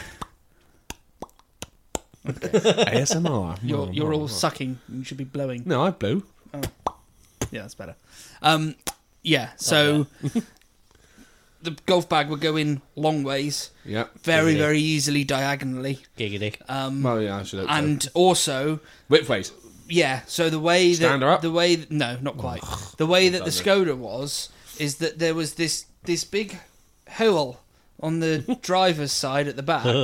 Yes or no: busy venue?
no